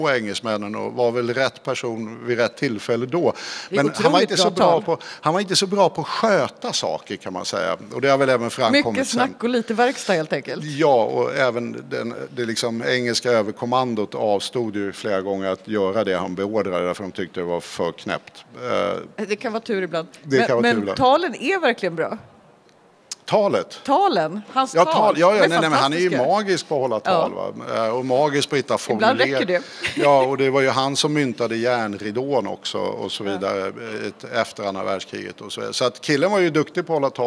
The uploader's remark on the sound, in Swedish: Live inför publik på Vänsterdagarna på mässan i Göteborg.